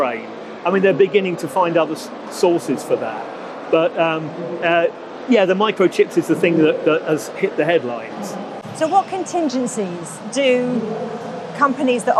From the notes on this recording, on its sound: we're on the road at the British motor show